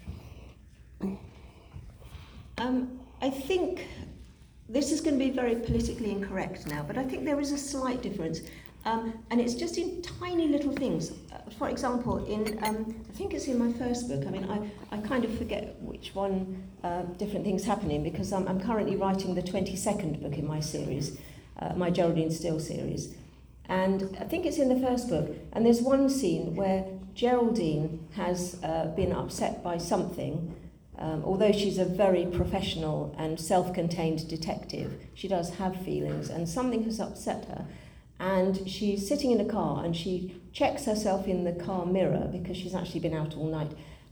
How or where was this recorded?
live audience